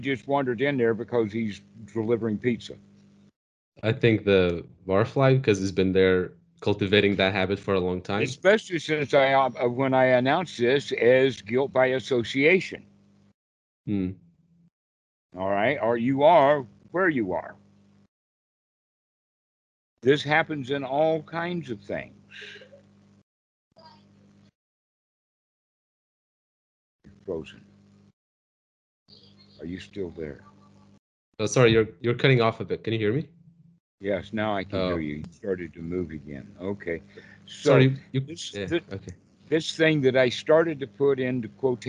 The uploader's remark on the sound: Skype calls on this channel.